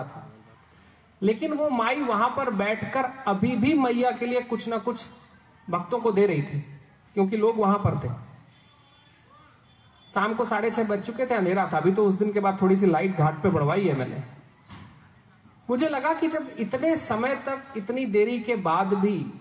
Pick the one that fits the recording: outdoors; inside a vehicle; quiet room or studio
outdoors